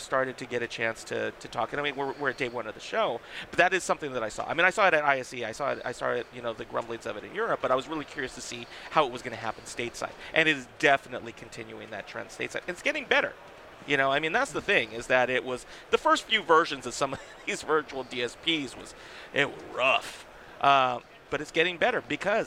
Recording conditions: busy venue